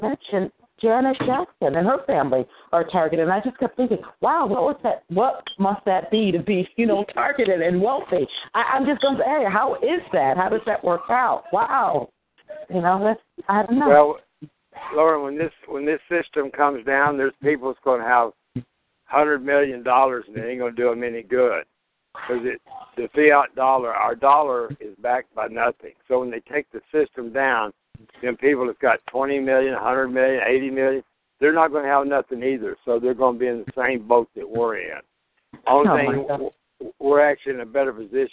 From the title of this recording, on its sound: FFCHS Saturday Conference Call